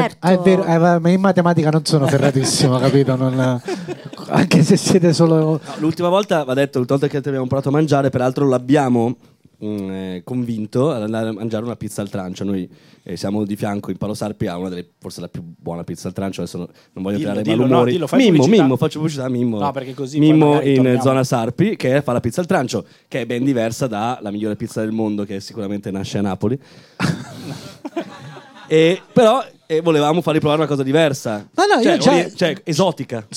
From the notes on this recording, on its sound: Live dal GhePensiMi di Milano.